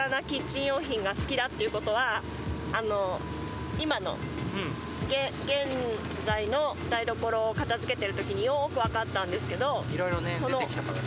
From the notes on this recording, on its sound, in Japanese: なぜか雨天の車移動中に収録しました。